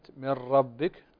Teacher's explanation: عندنا كلمة من ربك ساكنة هنا وبعدها الراء، فهنا إدغام بغير غنة، إدغام بغير غنة في اللام والراء، فالإدغام يكون بغير غنة.